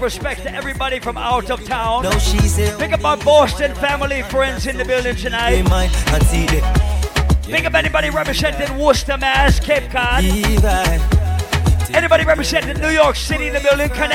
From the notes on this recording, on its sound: Live party audio from Island Saturdays on Nov 18